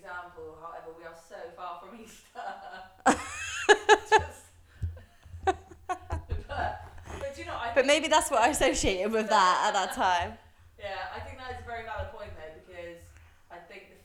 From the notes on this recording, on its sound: We messed up the sound on this one.